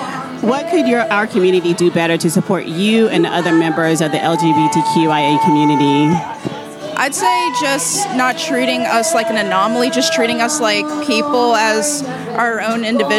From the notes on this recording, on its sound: We hung out at the Rock Hill Pride Festival and asked members of the LGBTQIA+ community and their allies. A small conservative town.